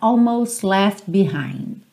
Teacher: Então você não ouve almost left behind. Você não ouve direito esses T's e o D. Fica almost left behind.